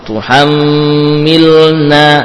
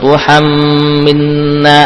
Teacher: betul-betul jelas lamnya. Jangan mudgham, diidghamkan ke nun. · Shown in: first take · Term: ilhar